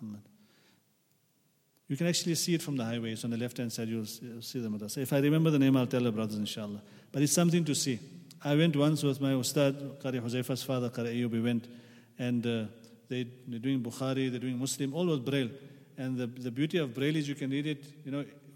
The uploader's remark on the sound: At the Houghton Masjid (West Street).